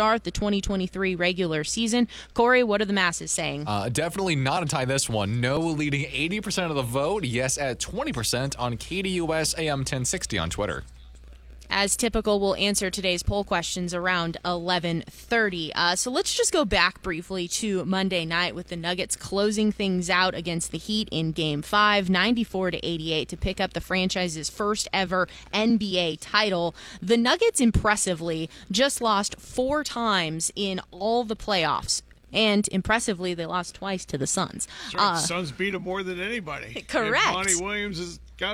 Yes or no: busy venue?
yes